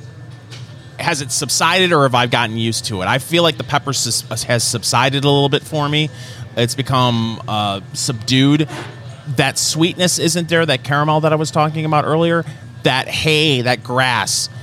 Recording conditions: busy venue